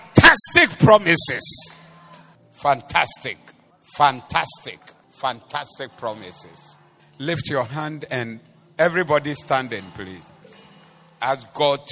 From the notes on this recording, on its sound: Preached at The Doxa Service